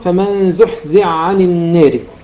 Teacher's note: إدغام الحاء في العين إدغام كامل، إدغاما كاملا فلا يبقى أثر للحاء، وإنما ننطق بعين مشددة